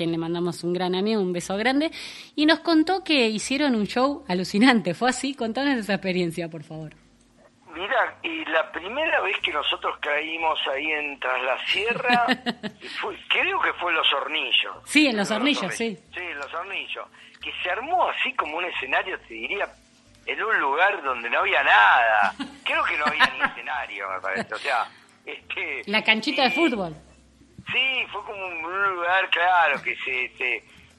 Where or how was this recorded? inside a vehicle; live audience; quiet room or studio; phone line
phone line